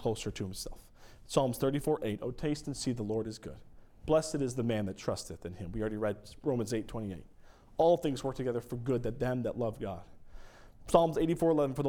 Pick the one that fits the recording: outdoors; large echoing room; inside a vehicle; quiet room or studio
large echoing room